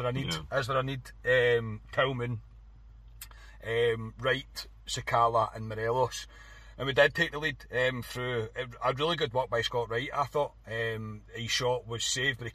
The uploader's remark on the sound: Bring reaction from the car after leaving Ibrox.